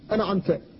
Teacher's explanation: يخفيها إخفاء مطلقا فيكون كأنه نطق بالهمزة والعين فقط